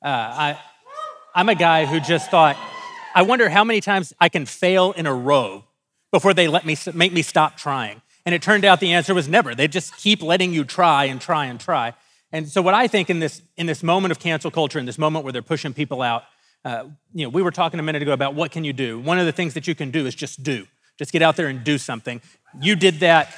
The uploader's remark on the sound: Daily Wire Backstage: Live at the Ryman